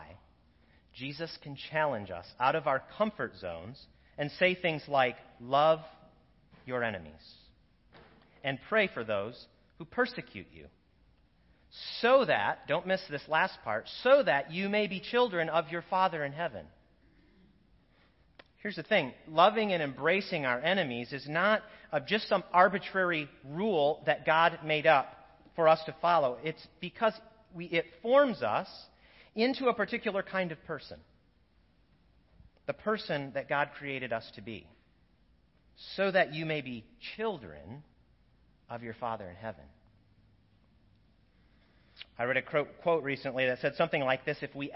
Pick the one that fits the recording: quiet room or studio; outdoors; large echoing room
large echoing room